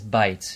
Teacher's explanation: The modern standard Arabic, fusha, way to say it is bite. It's a diphthong. But most people just say it as bait, even when they're speaking fusha.